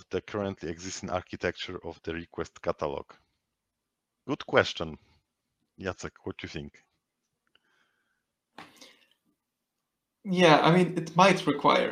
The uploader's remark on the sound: Webinar recording. Exceptional episode - recording of a webinar conducted.